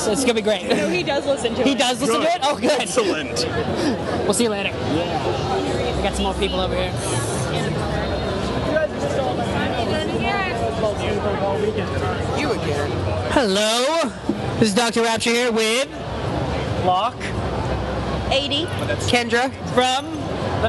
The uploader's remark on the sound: Geek Media Live Connecticon 2012